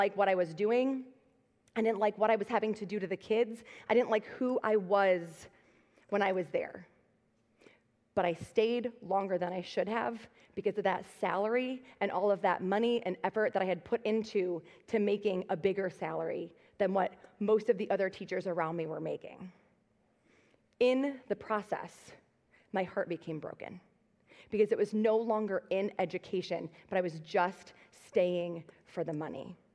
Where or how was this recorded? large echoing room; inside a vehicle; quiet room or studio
large echoing room